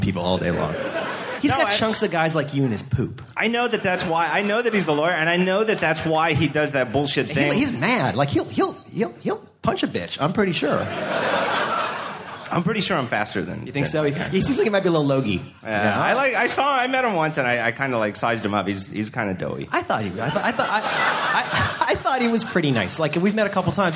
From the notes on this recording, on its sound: Blogging Panel at SxSW. Presented a talk at South by Southwest Interactive.